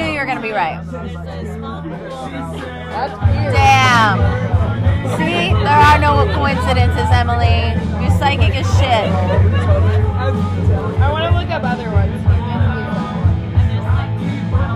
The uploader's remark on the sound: There is considerable background noise, foul language, and general chaos.